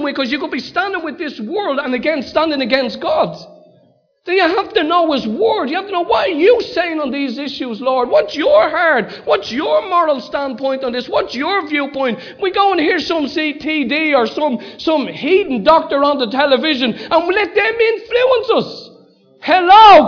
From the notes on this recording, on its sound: Recorded live at Liberty Church on 3rd March 2019